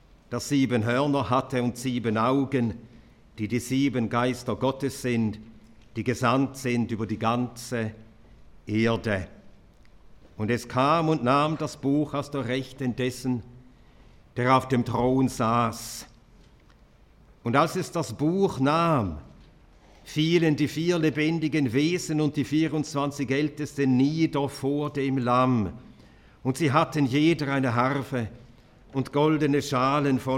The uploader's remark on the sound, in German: Dieser Vortrag wurde auf der Hirtenkonferenz 2023 in Soest aufgezeichnet.